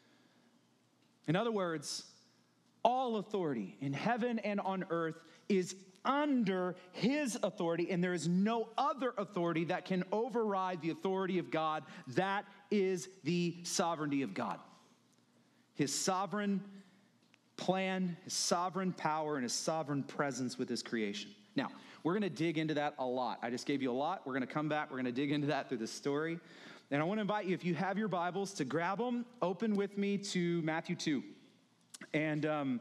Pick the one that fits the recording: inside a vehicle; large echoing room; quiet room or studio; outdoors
large echoing room